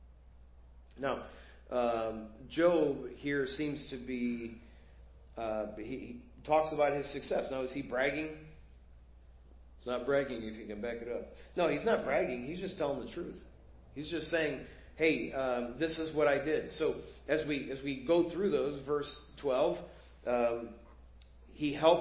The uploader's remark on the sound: Preached at First Baptist Church of Hazel Park.